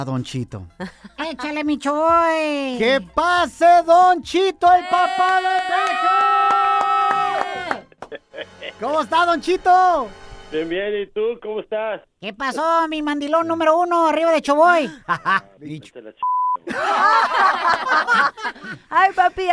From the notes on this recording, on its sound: We opened up the phone lines to ask our listeners if it's too soon or not.